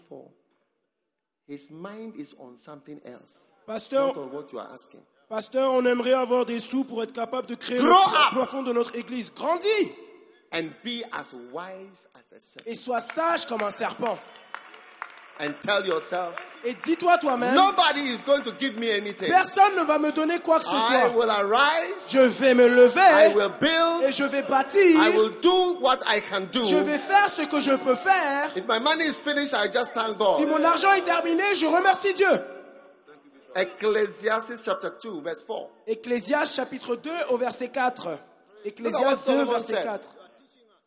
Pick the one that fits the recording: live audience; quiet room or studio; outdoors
live audience